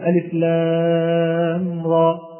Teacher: ونقول أن هناك بعض من يقرأ بألف لام راء، أي يضع همزة بعد الراء والألف، وهذه خطأ، ولكن نقول ألف لام راء هكذا، أي راء ثم ألف ولا يوجد همزة في الآخر